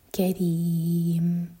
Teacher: كريم مين کو ساکن کریں گے تو مد عارض للسکون اور را کے نیچے کسرہ ہے تو ری باریک